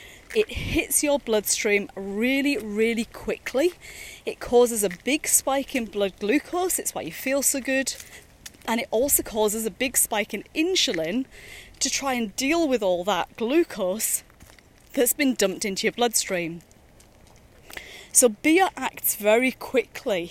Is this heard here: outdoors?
yes